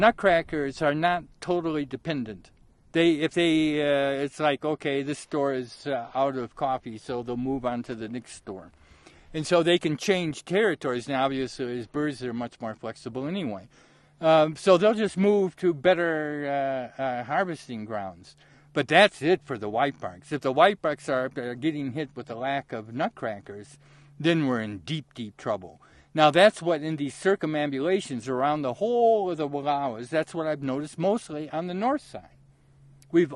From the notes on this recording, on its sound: From Cornucopia Peak. Recorded on CORNUCOPIA PEAK at +-2650m in the South WALLOWAS.